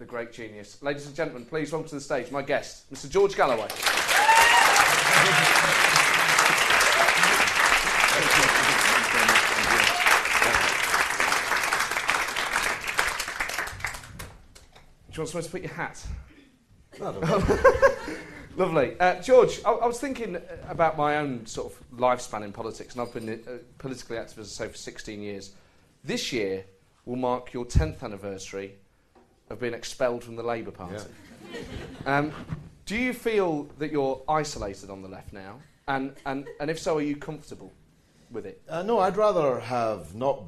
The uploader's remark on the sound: Recorded live at the St James Theatre.